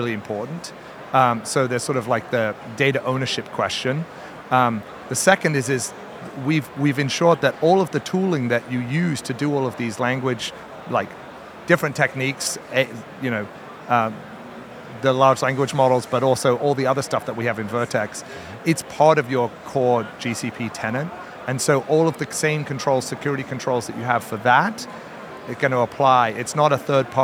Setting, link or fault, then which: setting, busy venue